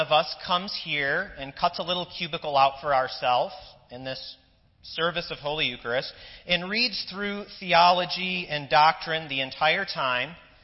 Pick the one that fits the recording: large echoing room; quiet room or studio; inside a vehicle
large echoing room